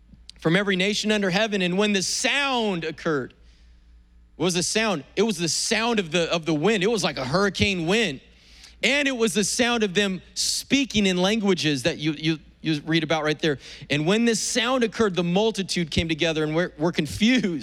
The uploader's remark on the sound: was preached on April 25th at the 10AM service.